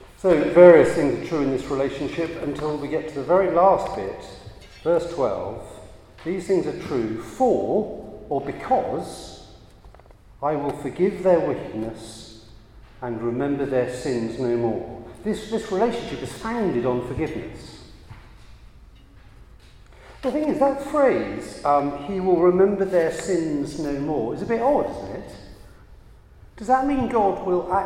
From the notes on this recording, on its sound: a Christians in Parliament Chapel Service which was held in the Chapel of St Mary Undercroft on Tuesday 4th July 2023